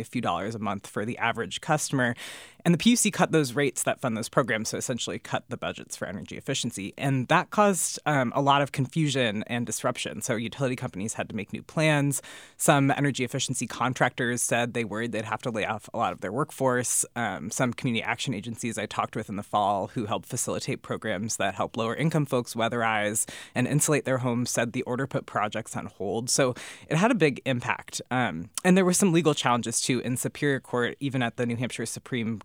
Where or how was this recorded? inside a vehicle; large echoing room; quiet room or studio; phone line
quiet room or studio